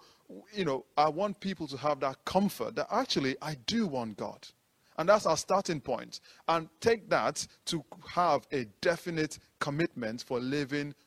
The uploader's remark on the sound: this is audio of the sermon taken from the live stream of this meeting